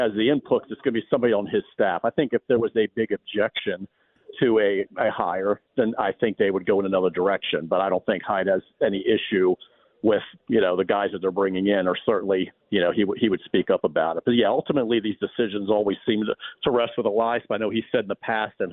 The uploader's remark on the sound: Checks in live from MLB Winter Meetings. Calls in live from Nashville.